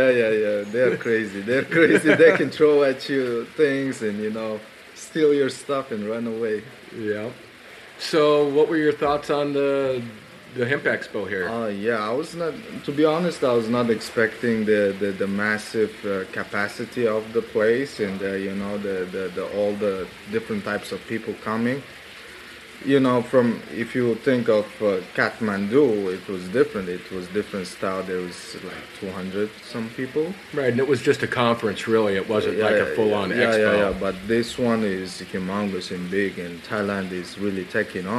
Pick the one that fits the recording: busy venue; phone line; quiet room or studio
busy venue